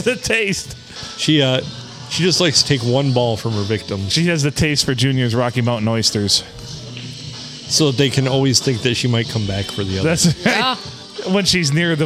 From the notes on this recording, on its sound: We recorded this gem at the Blue Water Sports Bar in lovely Port Sanilac.